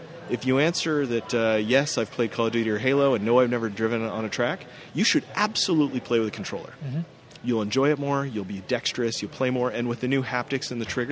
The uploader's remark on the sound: This week we bring you a special episode of the Hooniverse podcast live from the XBox One launch party in Hollywood